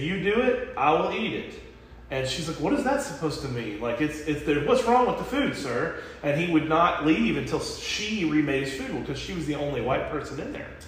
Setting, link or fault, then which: setting, large echoing room